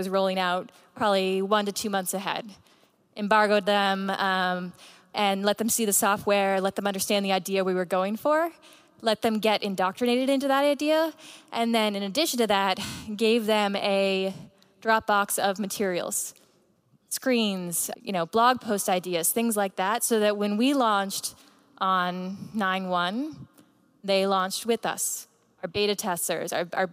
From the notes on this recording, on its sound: At the Boston stop of the Inside Intercom World Tour